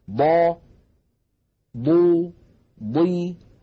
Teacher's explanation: يتجلى في الحرف المكسور، لما نقول مثلا ضا ضو ضي، حتى عندما تكون الضاد مكسورة تكون ضخمة مفخمة تماما